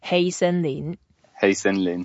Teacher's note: just hei is the first tone, so it can be flat and very cool. Just very cool way to say hei.